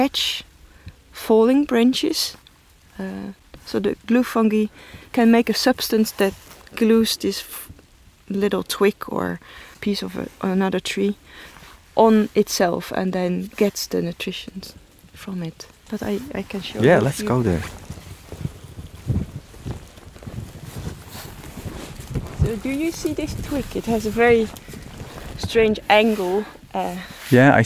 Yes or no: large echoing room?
no